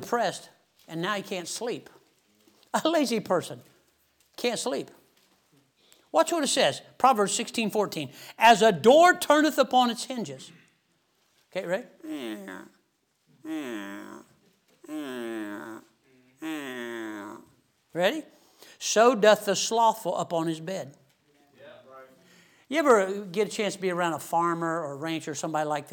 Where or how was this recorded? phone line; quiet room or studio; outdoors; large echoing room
large echoing room